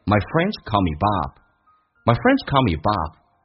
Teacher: my 读起来有点近似于发单元音，因为不够饱满，变成 myfriends，一点点降调。My friends call me Bob.